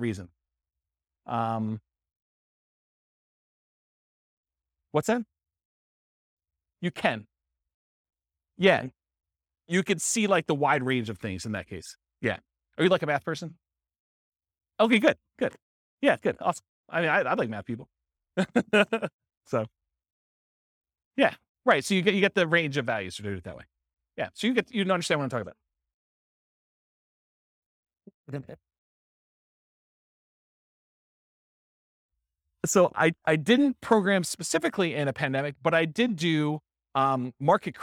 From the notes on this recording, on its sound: This was a live class recorded